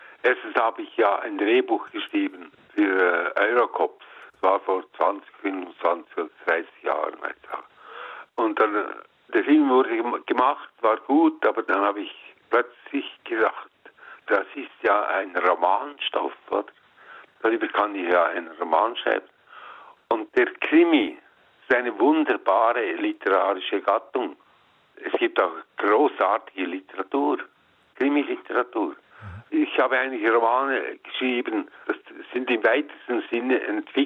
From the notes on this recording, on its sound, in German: selbstverständlich und wie es sich gehört am Telefon